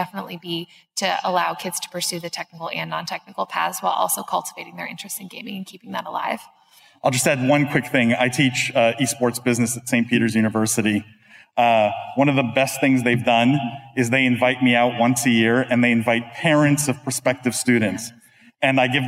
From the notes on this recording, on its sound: We come to you live from the PAX East 2022 conference in Boston, Massachusetts. Where we hosted the most stacked esports industry panel.